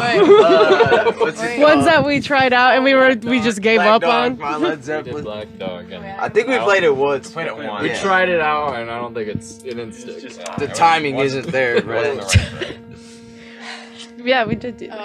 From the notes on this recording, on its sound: We have another great in person interview for you guys! Outside of The Music Factory in Battle Creek, Michigan. This is certainly the most unique interview location that we have used to film an episode.